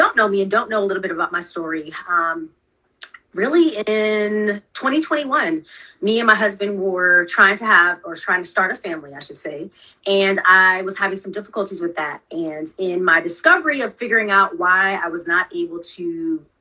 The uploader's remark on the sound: IG Live Interview